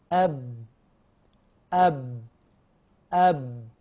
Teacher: أب أب أب، بيحدث تصادم بين الشفة العليا والشفة السفلى · Term: صوت الباء